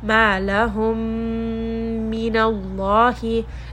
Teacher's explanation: If you have a meem with a sukun followed by another meem with a shadda, then the second meem is merged into the other. The second meem is also going to get a shadda. · Term: idgham